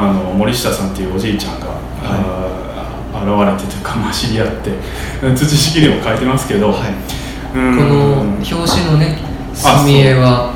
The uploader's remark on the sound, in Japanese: トークイベント（恵文社一乗寺店）の音声。